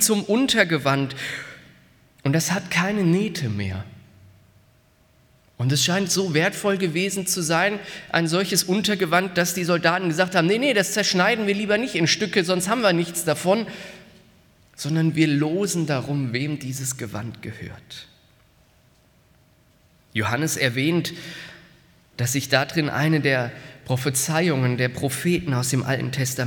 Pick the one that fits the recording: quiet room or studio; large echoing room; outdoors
large echoing room